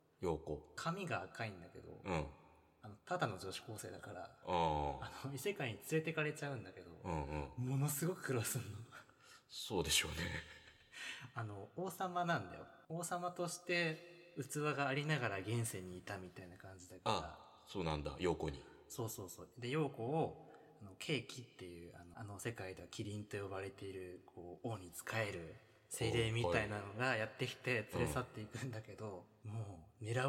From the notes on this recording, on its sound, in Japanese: 全編エコーがかかっていますが